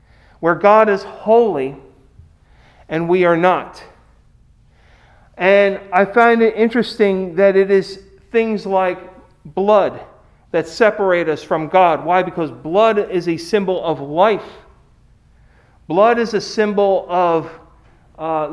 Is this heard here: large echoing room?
yes